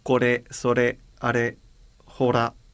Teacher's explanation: È ma col palato alto. È una, si direbbe una monovibrante simile a quella ispanica, probabilmente, la cosa più affine